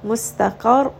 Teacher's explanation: qaf is going to be heavy, ra in this case is heavy as well